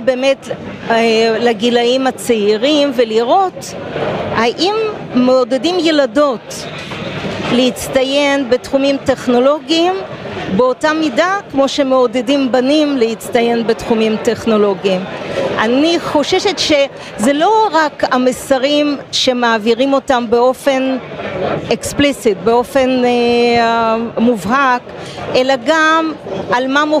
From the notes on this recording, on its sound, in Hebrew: בפרק מיוחד שהוקלט באירוע פורום היוניקורנס של כלכליסט